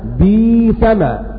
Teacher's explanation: يبدل الهمز الساكن من جنس حركة ما قبله